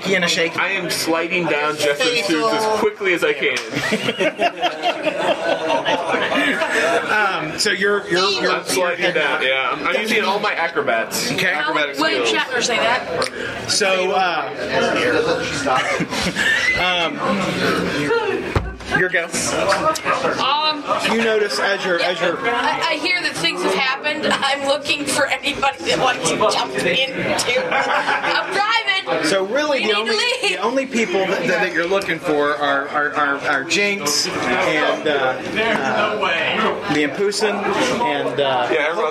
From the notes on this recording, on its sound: Recorded at Fear the Con 7.